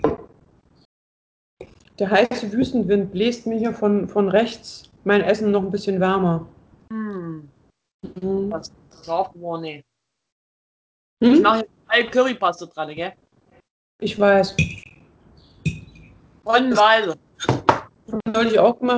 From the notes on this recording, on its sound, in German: Daher skypen meine Schwester und ich, nehmen das Ganze auf